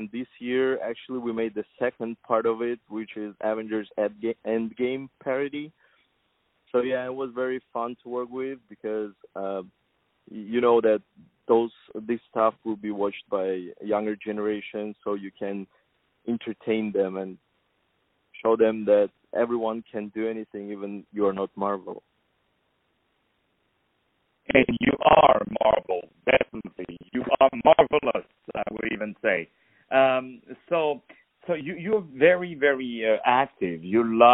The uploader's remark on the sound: On the phone